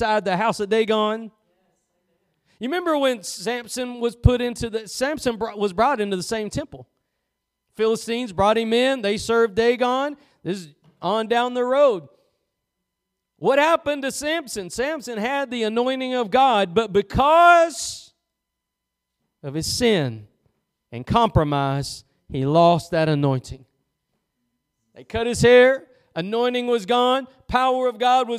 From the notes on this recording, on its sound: Preached at Gospel Lighthouse in Bossier City, La.